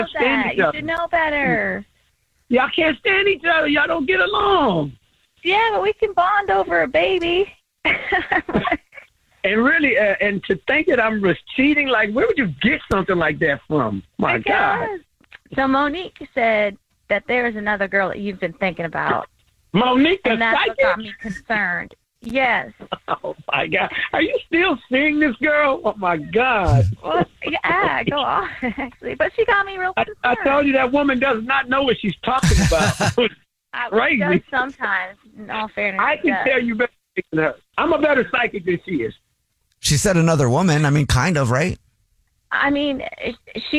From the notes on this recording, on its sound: On the phone in this War of the Roses to Catch a Cheater. War of the Roses is when someone calls The Jubal Show because they think that their partner is cheating so we call them offering services in order to catch them cheating.